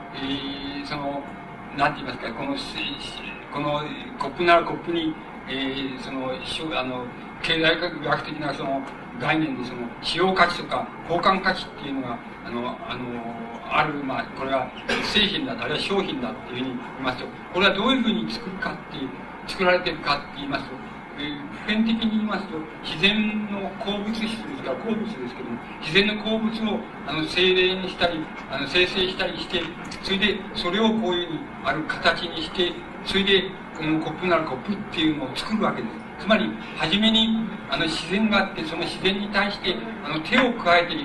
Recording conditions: large echoing room